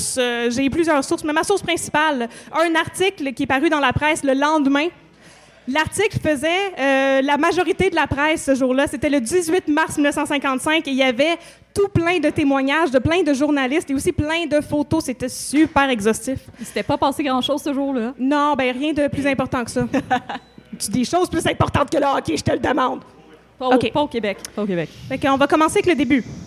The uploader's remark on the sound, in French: En direct du Festipod 2021. Dans cette épisode spécial enregistré au Festipod 2021.